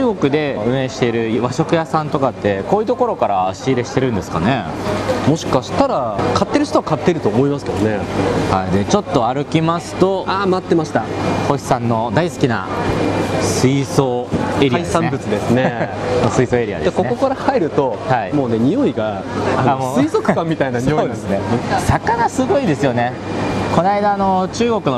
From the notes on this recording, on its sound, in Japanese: その場所とは「三源里菜市場」つまり野菜市場です。現場からのリポートをお届けします！